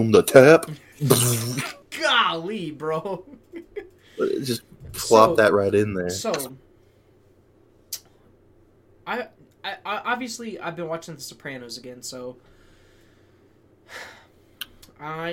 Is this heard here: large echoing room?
no